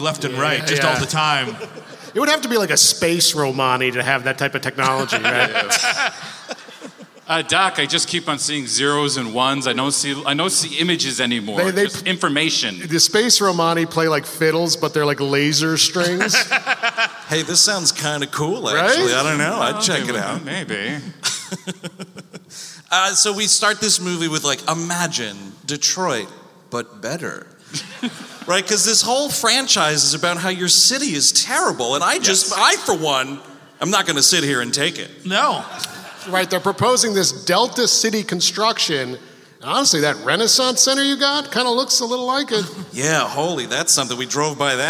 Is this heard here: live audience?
yes